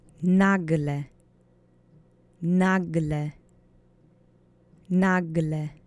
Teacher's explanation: The accent is on the first syllable. Keep those vowels monosyllabic.